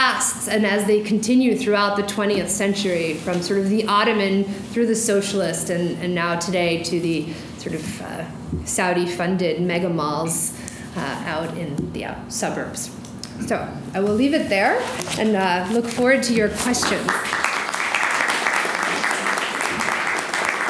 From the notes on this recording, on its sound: During this talk at the University of Washington